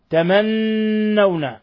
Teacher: نون مشددة تغن مقدار حركتين تمنون حرف غنة مشدد